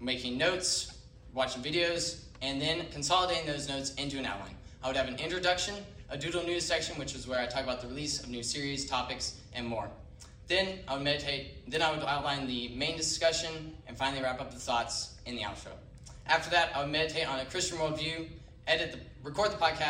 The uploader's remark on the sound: live from Calvary Baptist Church